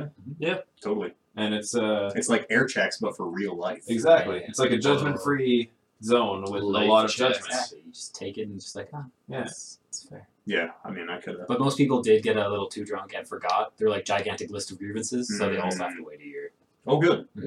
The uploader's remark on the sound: The One Where the Mics Didn't Work. The One Where the Mics Didn’t Work. Something went horribly wrong with this podcast. It sounds just awful.